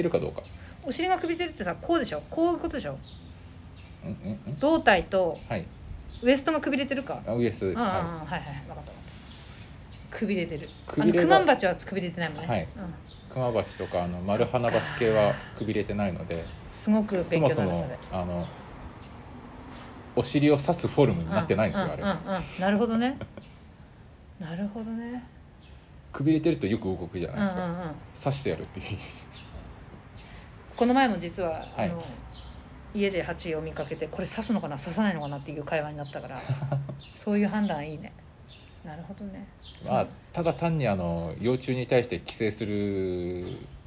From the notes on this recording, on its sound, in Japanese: 畑の夜市。外で収録した関係上、最初の声が小さくてBGMに負けていたので、最初のBGMはカットしてあります。